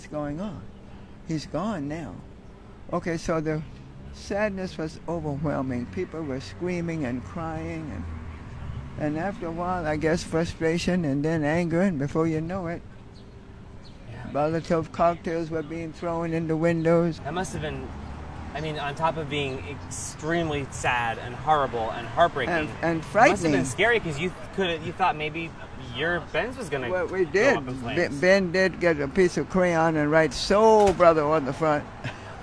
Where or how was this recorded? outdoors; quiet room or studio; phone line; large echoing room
outdoors